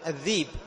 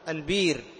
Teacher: إذا سبقت بكسر أبدلوها ياء · Term: بالإبدال